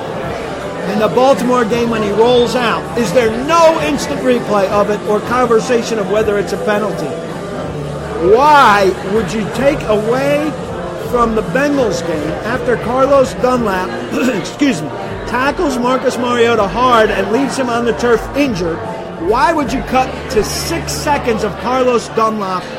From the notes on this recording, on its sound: live from the Doghouse Saloon in Nashville